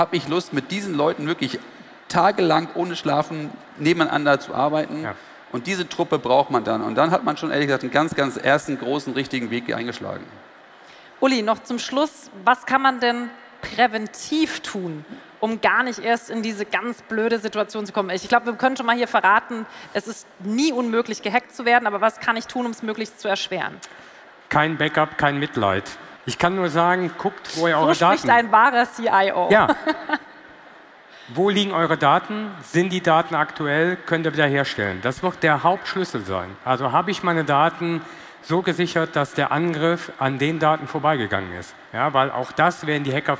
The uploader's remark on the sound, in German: Diese Bonusfolge ist ein Mitschnitt des Panels. Auf der Vodafone Red Stage der OMR. In Hamburg.